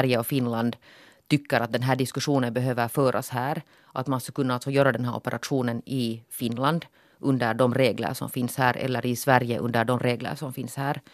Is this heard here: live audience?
no